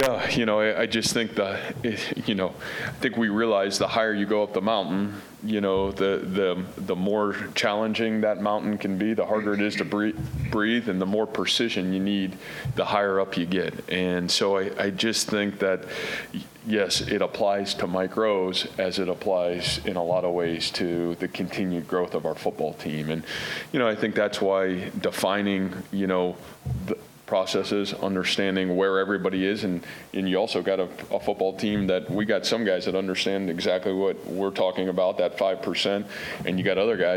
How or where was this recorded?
busy venue